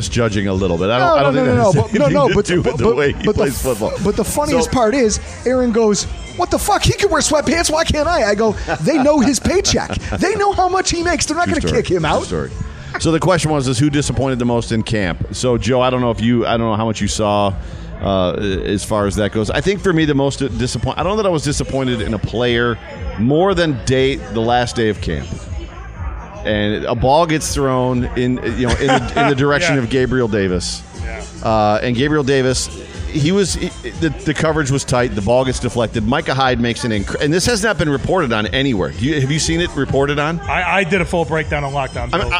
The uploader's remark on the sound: LIVE from Oneills Stadium Inn